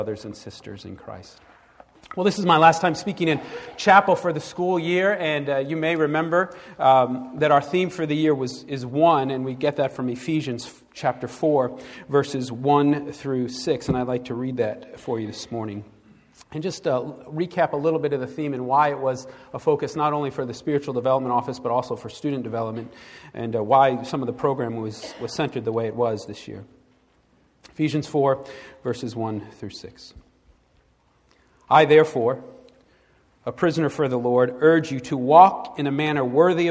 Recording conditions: large echoing room